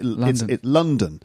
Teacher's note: So the stress is on the first syllable.